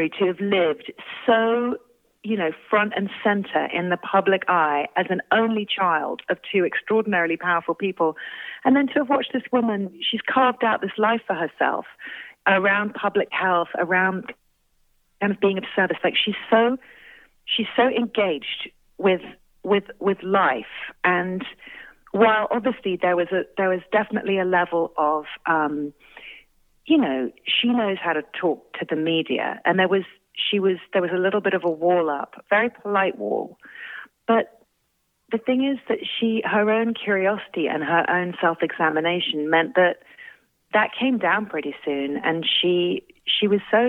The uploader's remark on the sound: called in for a chat